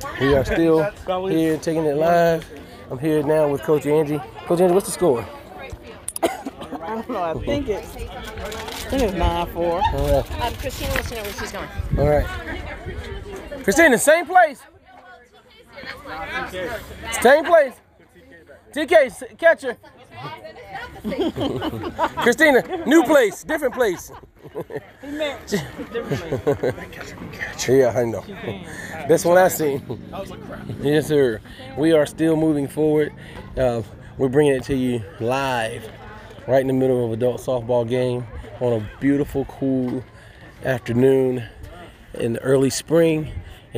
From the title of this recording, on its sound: Live from the field!